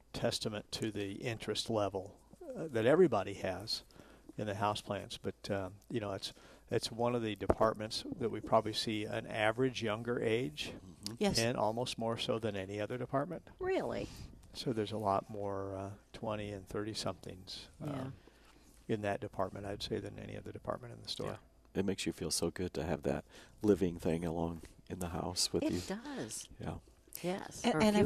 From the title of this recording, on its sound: live from Prairie Gardens